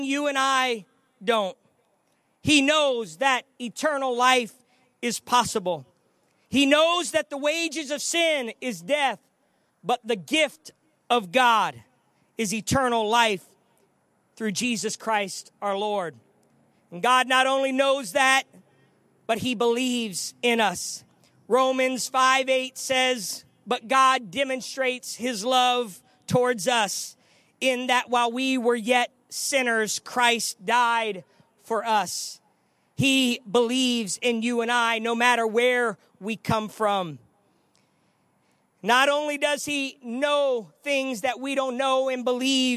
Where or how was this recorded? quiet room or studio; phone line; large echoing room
large echoing room